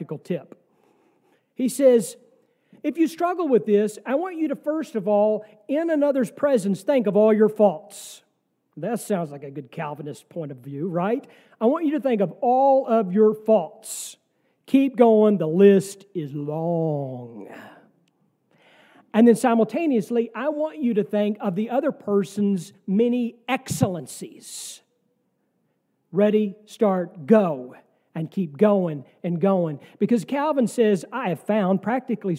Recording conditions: large echoing room